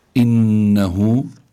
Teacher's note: إنه عنا هون نون مشددة، وكما ذكرنا سابقا النون المشددة تغن دائما، يعني سواء كانت في وسط الكلمة، في آخر الكلمة، في آخر الكلمة مع الوقف، في آخر الكلمة مع الوصل، لابد من إظهار الغنة فيها.